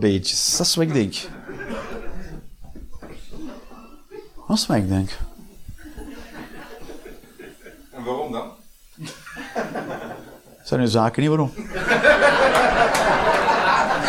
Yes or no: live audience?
yes